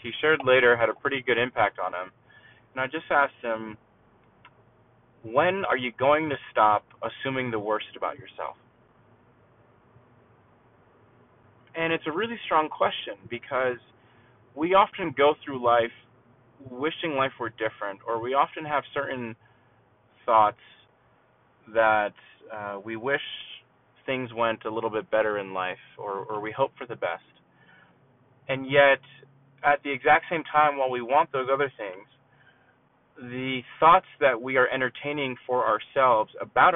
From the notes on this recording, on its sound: thanks for sitting through the car audio quality